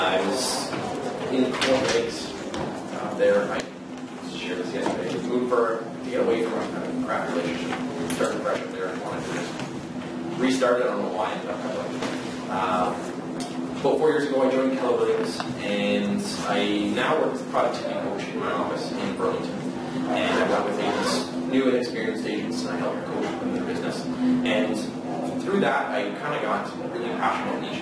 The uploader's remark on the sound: The Niche Agent hosts an amazing ReBarCamp event and we share the session with our listeners. They shared their insights and wisdom with the audience.